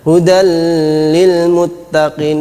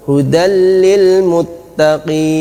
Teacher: Hudallil muttaqin ini salah. Yang benar adalah tanpa gunnah atau tanpa dengung. · Shown in: second take